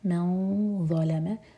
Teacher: ضا heavy لام اور میم light